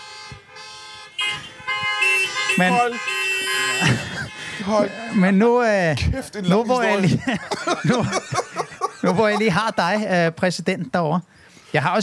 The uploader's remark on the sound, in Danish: LIVE fra Roskilde